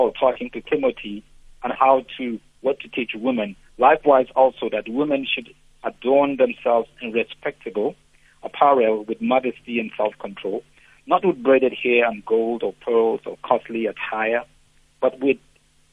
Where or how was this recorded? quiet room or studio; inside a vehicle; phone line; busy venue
phone line